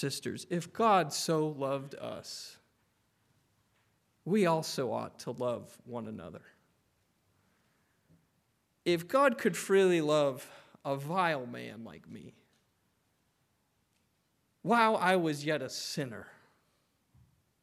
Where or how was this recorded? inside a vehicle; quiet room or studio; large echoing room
large echoing room